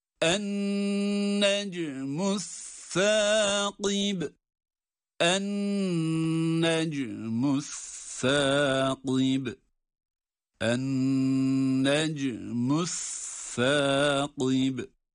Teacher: Es-sâkib kelimesinde de sa harfi peltek malum.